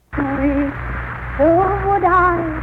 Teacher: She diphthongizes the vowel of sweet so heavenly that it might be considered a two-syllable word, sue-eat. The rest of the line arches upward in an expressive curve, ending with a lingering I.